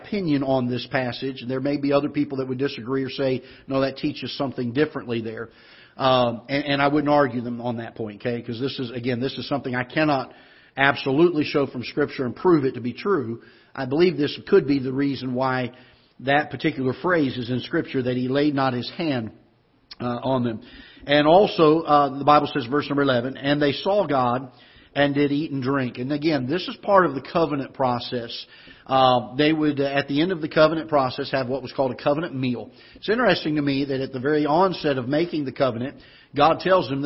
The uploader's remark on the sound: Ketha Heights Baptist Church ~ Live Broadcast